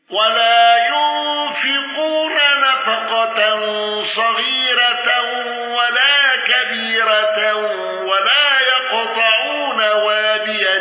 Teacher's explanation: ابن ذكوان بالسكت على المفصول